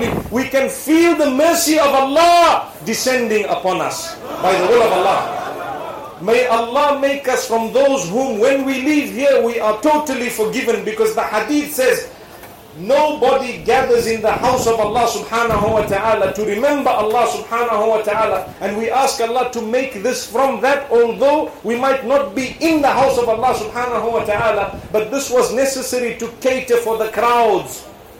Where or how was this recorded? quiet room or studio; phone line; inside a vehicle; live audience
live audience